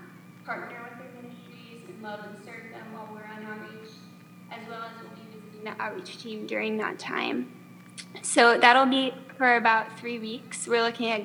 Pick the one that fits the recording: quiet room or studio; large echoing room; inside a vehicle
large echoing room